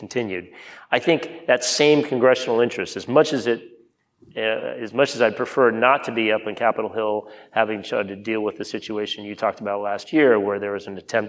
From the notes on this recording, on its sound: In front of a live audience at the Knight Foundation's INFORMED conference in Miami, Florida